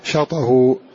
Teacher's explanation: فحركته في شاطئه مفتوحة، نحرك بها الحرف الساكن ونحذف الهمز فنقول شاطئه.